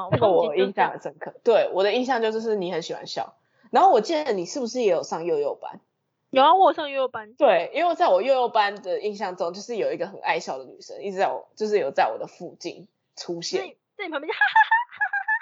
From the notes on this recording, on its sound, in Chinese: 線上錄音 麥克風爆音 耳朵注意!